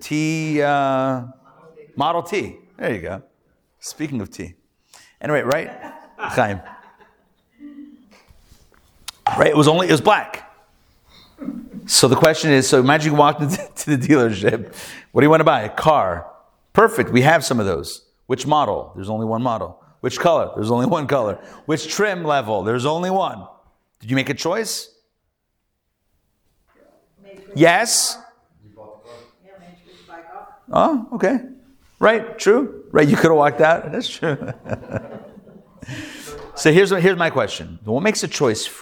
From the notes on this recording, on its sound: Recorded Live at The Torah Center ATL on Wednesday, December 6, 2023